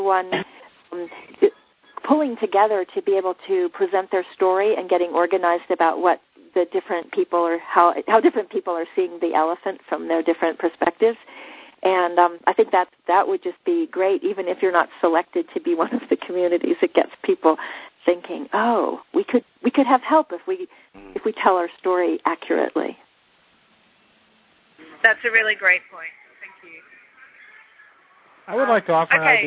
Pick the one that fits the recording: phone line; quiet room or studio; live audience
phone line